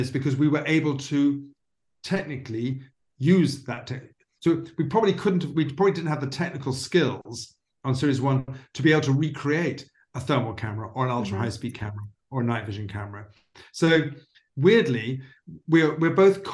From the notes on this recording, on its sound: The Cosmic Circus had the opportunity to sit down over Zoom with the show's executive producer.